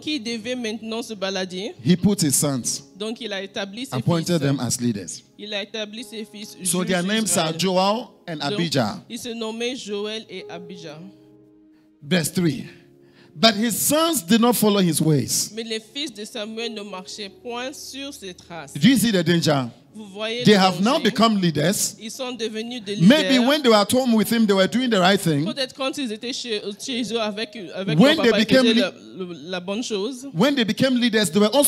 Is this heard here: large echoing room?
yes